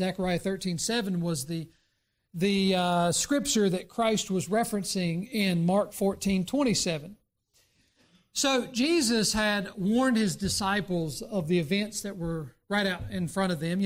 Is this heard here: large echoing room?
yes